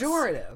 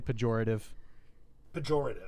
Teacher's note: You almost are sort of approximating an R in there, even though there isn't one.